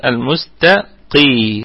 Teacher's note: وأيضا القاف في أقل درجات تفخيم في الدرجة الرابعة لأنها مكسورة